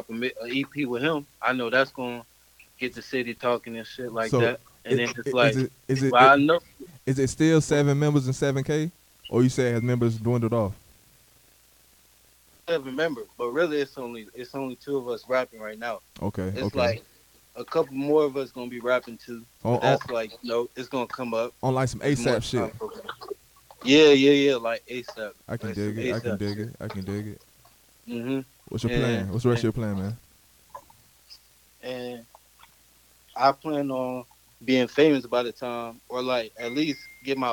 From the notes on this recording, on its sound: Phone interview